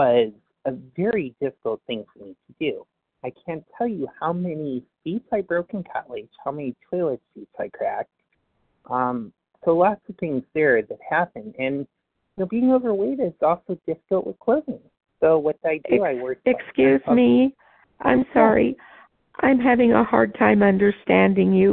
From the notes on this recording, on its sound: from the 100 Pounders Phone Meeting